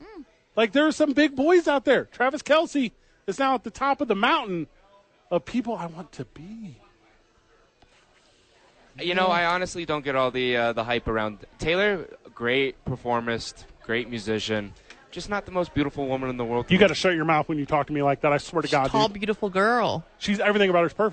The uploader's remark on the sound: The bois are live from Howie's.